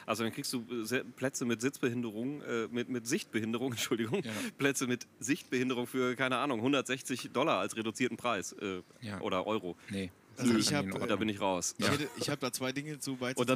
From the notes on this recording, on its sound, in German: Wir sitzen wieder im Garten am Grill (sorry, für die Nebengeräusche).